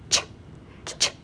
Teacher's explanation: with ch, you're stopping the airflow, pulling your tongue down quickly. You can only make that sound one time, ch, ch, ch.